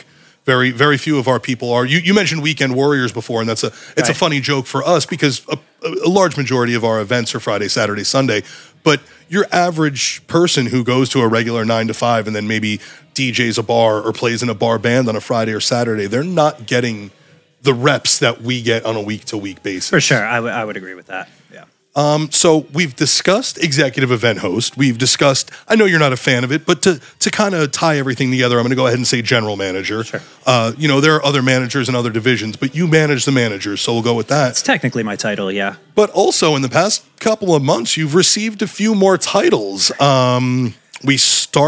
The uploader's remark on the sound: live recording taken from the all new EMG Podcast Studio during the HQ Grand Opening Event September 27, 2023